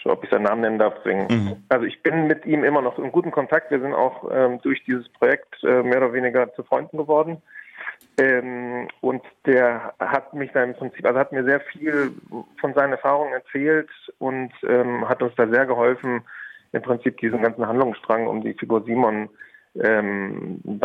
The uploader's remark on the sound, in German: Wir freuten uns darüber, den Regisseur und Co-Autoren von “Was wir fürchten” live am Telefon begrüßen zu dürfen.